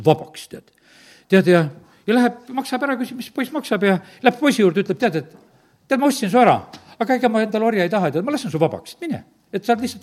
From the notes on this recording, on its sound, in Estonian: Audio salvestus koosolekult